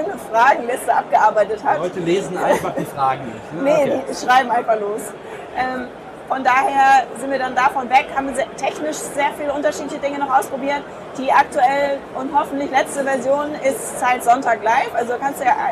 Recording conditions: background noise